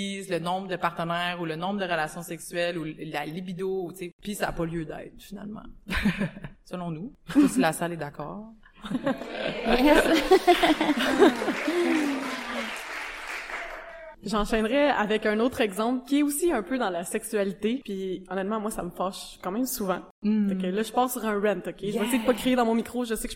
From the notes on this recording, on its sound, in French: Un épisode spécial qui a été enregistré devant public dans le cadre de la journée internationale des droits des femmes. À l’occasion du Gala-Spectacle animé par le Comité Femmes Vigilantes. Deux organismes situés sur le territoire du Jardin Roussillon, au Québec.